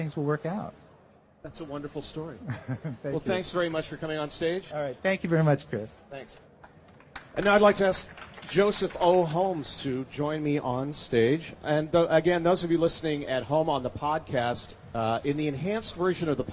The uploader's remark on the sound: Macworld Podcast Live from Expo